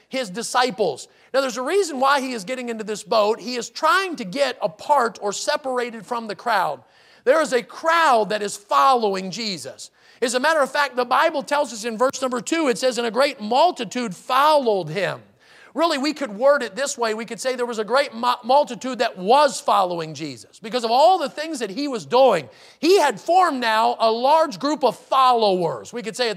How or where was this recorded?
large echoing room